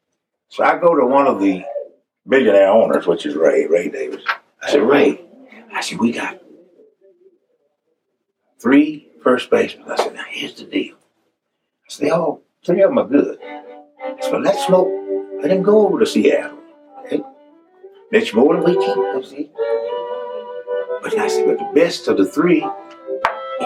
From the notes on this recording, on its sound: This interview was recorded just minutes before he would take the stage at Anderson Music Hall in Hiawassee, Georgia. You can hear a nearby bluegrass band rehearsing. Efforts to improve the sound quality were made.